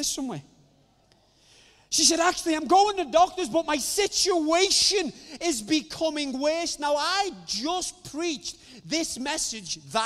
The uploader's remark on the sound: recorded Sunday 16 August 2020, 10:30am service.